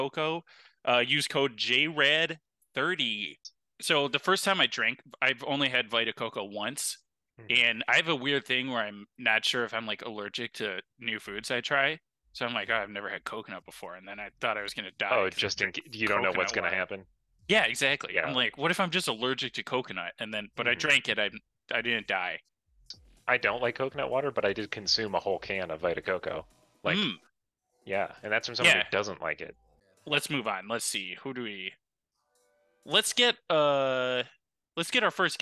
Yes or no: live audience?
no